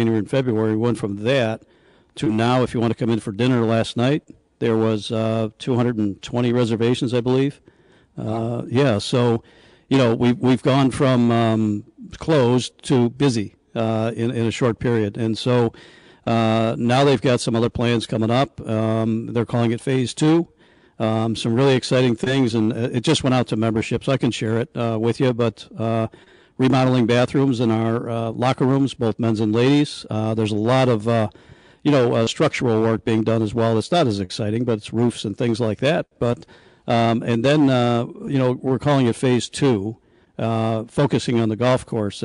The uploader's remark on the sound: Live from Pendleton Creek Golf Club in North Tonawanda. Joins the show from Florida.